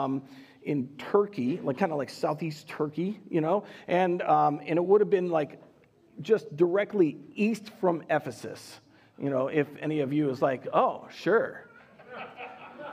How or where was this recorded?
large echoing room